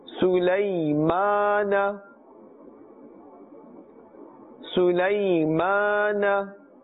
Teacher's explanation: Meem has a vertical fatha, therefore we will pull this according to the extent of one alif.